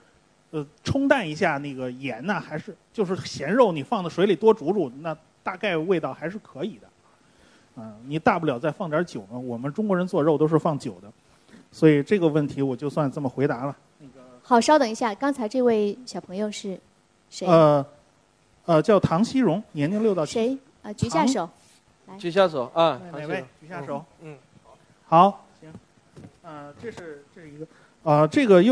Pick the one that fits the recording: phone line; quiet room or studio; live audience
live audience